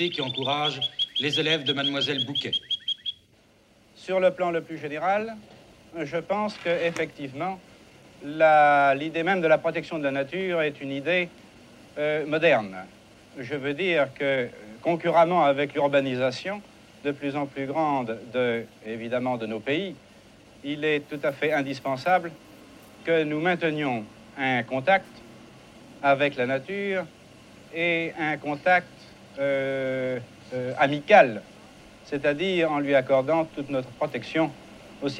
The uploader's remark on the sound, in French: Lâchez-les au pied d'un sentier de randonnée qui permet de découvrir les merveilles du site préservé de Laouadie. Bientôt le bruit des moteurs laisse place au sifflement des filets à papillon, les yeux baissés se lèvent vers les arbres et arbustes, les mains se lâchent et se tendent vers la faune qui s'éveille, les murmures font place aux cris de surprise et d'émerveillement. Une balade en pleine nature avec des enfants merveilleusement éveillés.